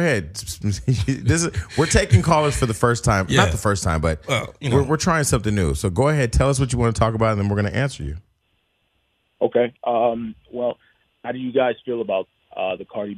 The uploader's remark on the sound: This week we get all of our Socialites involved as we take in live callers!